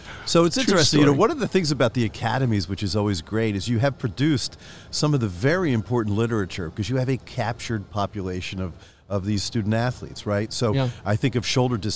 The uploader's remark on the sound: recorded live at Ortho Summit in September 2023